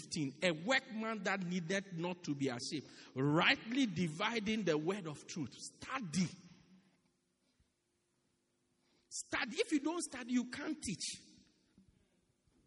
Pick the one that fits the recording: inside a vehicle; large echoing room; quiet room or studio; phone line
large echoing room